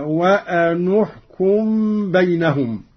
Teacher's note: قوله تعالى: وأن احكم بينهم بما أنزل الله. قرأ قالون بضم النون أولى الساكنين